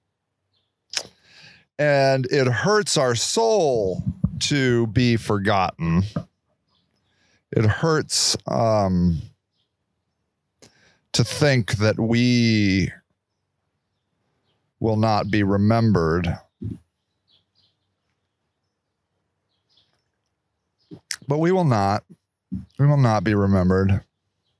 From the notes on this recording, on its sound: I'm trying out my new mobile studio. This week's show was recorded in our developing memorial garden.